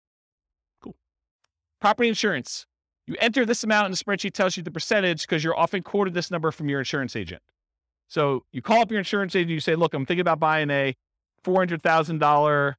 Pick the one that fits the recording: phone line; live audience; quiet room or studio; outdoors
live audience